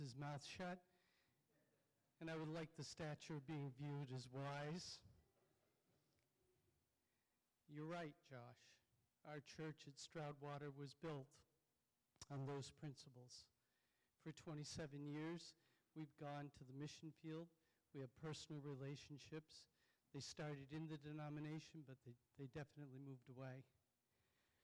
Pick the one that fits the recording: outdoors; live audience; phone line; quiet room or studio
live audience